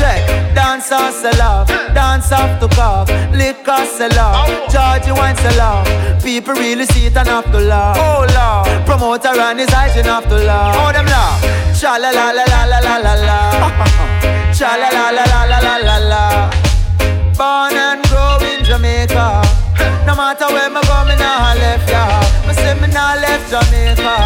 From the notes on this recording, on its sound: RECORDED SET FROM RESIDENCY AT MISS LILY'S DUBAI